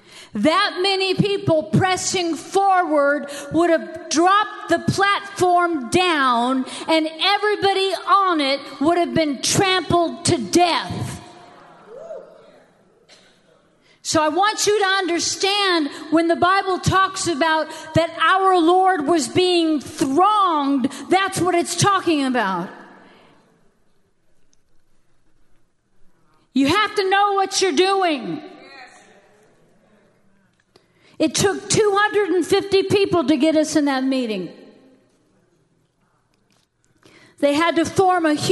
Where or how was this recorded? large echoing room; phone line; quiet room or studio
large echoing room